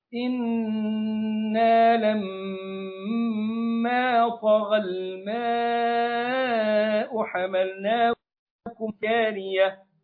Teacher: بنغن النون والميم بمقدار حركتين، والحركة مقدار قبض الإصبع وبسطه، مقدار قبض الإصبع أو بسطه. · Term: النون والميم المشددتين